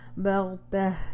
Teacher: اگر رکیں گے تو پھر تائے مربوطہ ہا کی ساؤنڈ میں چینج ہو جائے گی. بغتہ اور ہا کی ساؤنڈ نکلنی چاہیے.